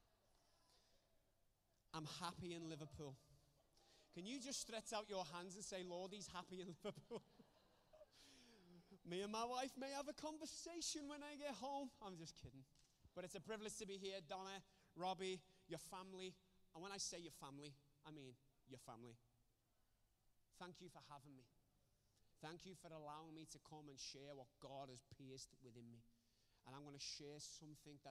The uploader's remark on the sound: recorded Sunday 16 August 2020, 10:30am service.